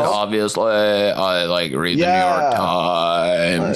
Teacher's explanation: Whenever you hear somebody talk about something with this kind of voice, where they're really just trying to make it sound ridiculous, and then they just kind of go on and on, and at the end of every single sentence, they kind of drag out the last couple words · Term: vocal fry